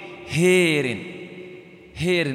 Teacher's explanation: فتح، إذن لا تكون ياء خالصة، وإنما أن تقرب الألف إلى الياء، ليست ياء خالصة وليست ألفا وليست مكسورة · Term: إمالة كبرى